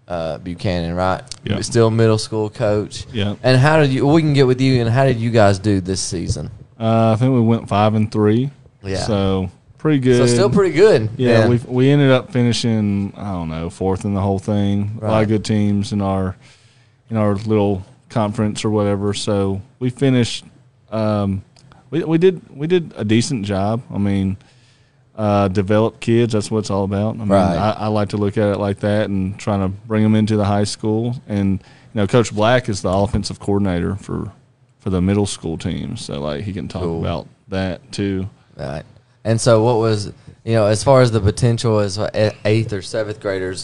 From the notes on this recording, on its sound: We're Live at Barrel House BBQ!